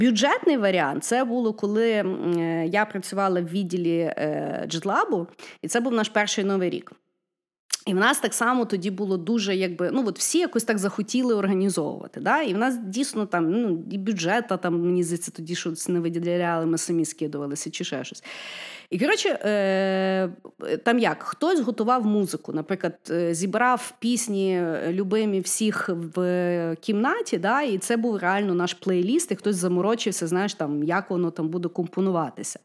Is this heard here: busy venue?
no